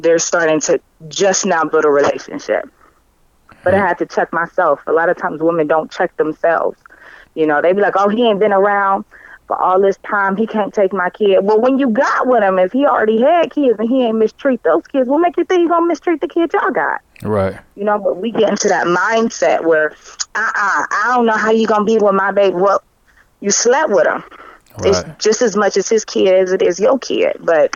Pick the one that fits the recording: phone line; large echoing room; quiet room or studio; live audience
phone line